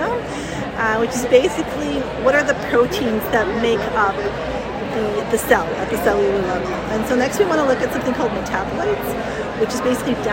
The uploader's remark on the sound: recorded during Day 2 of Islet Study Group 2023